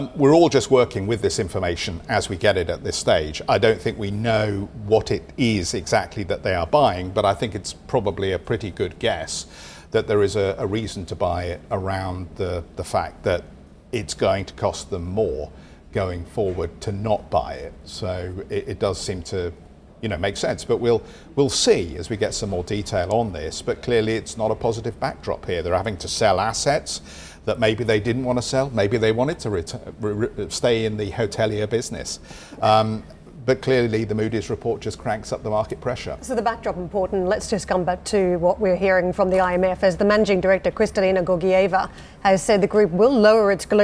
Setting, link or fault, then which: setting, busy venue